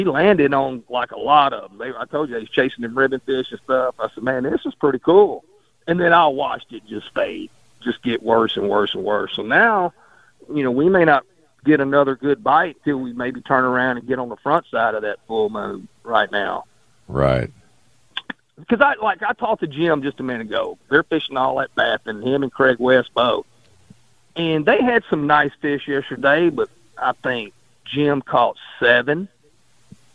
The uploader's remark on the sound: we take calls from our loyal Sickos